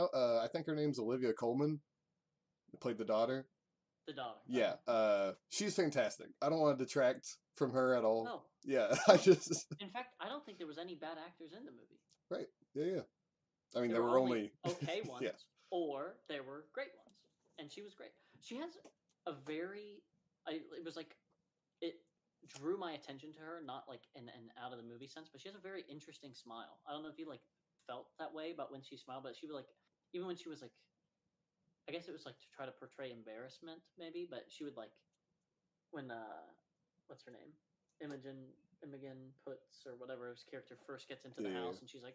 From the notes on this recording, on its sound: Apologies for the low audio.